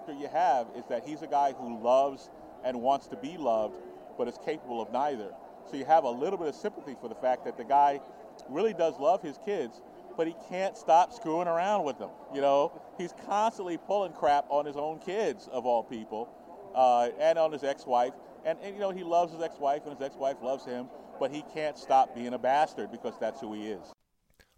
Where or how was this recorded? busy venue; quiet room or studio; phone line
busy venue